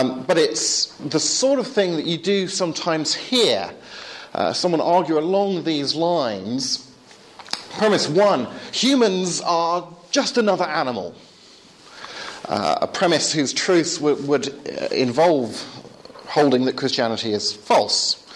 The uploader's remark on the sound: Talk from the first 2012 Reasonable Faith course at Highfield Church, Southampton.